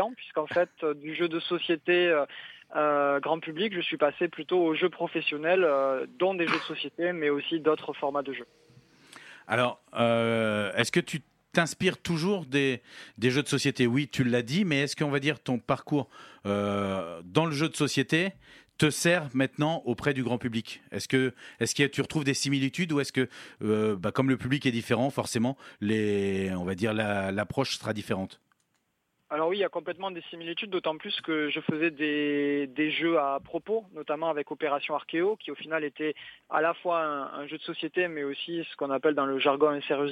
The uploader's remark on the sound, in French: L'interview téléphonique.